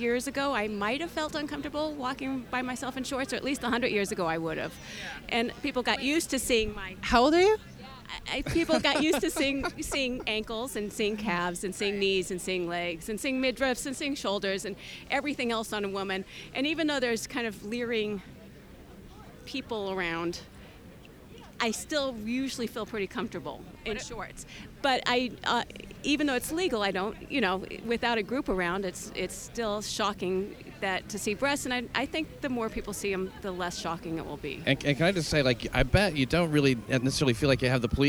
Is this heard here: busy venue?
yes